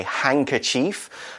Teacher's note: Handkerchief, we don't really pronounce the D, we say handkerchief.